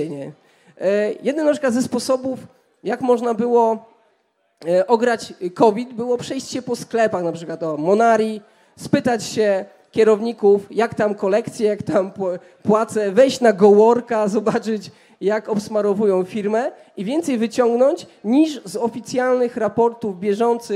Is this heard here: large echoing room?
yes